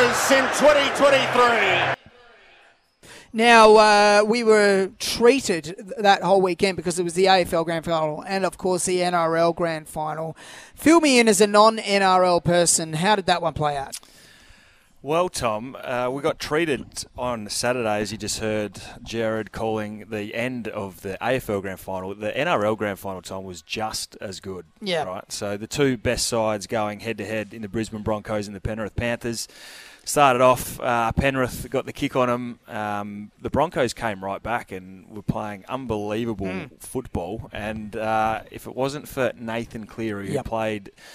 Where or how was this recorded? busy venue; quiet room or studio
busy venue